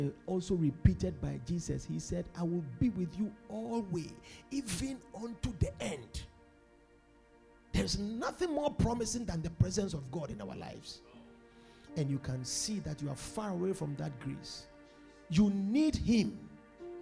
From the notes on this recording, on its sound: Preached at The Supernatural Encounter Service.